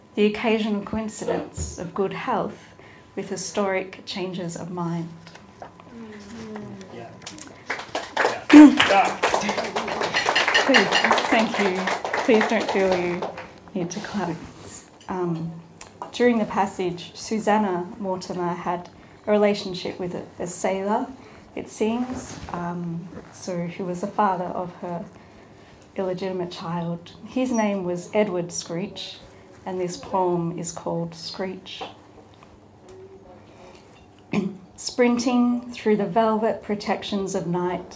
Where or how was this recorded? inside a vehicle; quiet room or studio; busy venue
busy venue